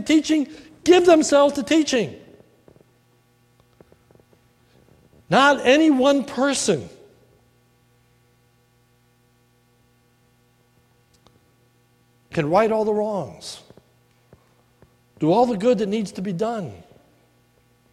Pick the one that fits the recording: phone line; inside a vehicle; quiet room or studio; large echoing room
large echoing room